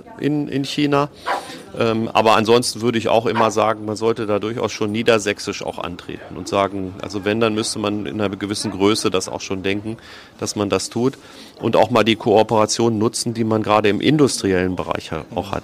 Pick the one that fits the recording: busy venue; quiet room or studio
busy venue